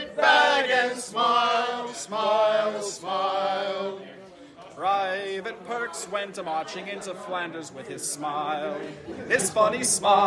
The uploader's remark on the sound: featuring field recordings from the Red Cross Canteen